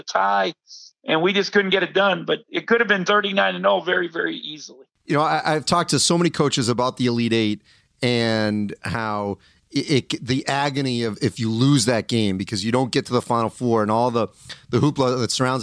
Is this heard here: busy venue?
no